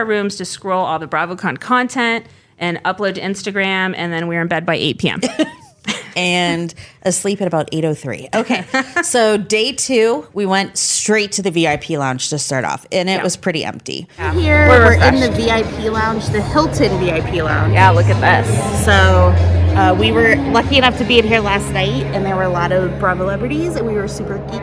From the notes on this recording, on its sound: report live from BravoCon!